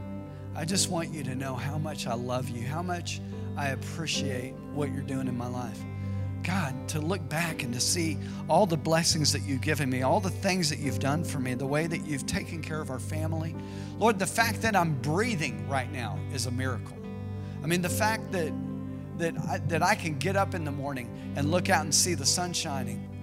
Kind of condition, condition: setting, large echoing room